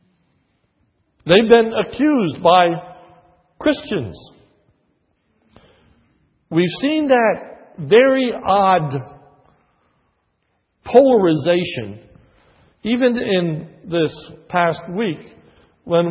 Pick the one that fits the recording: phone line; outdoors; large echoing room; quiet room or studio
large echoing room